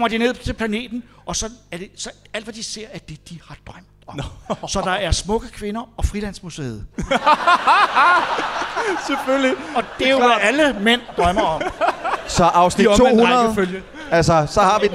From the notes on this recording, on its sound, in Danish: Gik Dårligdommerne på scenen på Bremen Teater. Det var intet mindre end en fantastisk aften, og vi vil gerne takke alle jer der var der.